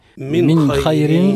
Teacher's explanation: عندها الإظهار عند حرف الخاء لأن الخاء من حرف الحلق